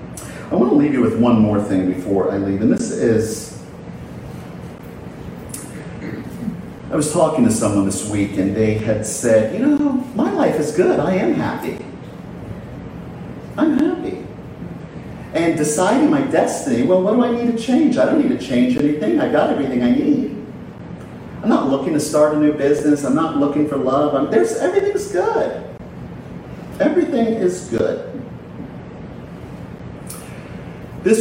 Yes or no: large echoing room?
yes